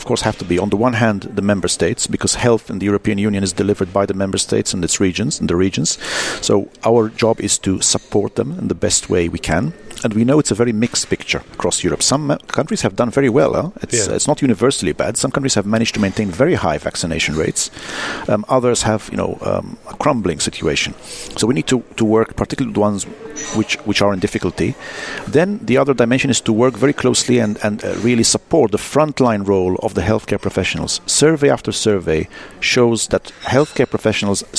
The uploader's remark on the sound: Our Vital Health Podcast was recorded at the final event of the Innovative Medicine’s Initiative’s ADVANCE project.